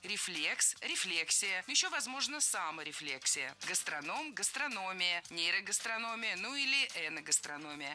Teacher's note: Во всех этих словах ударение ставим на третий с конца слог. Перед «ия».